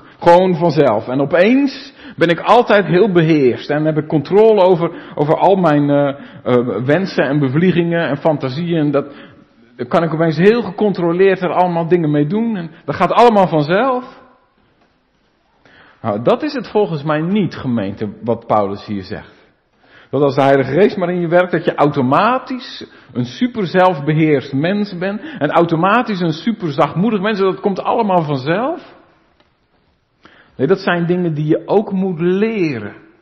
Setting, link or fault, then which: setting, large echoing room